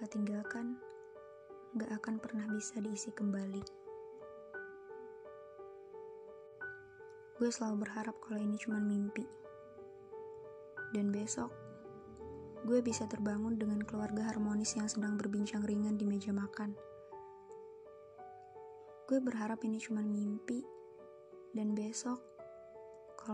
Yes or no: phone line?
no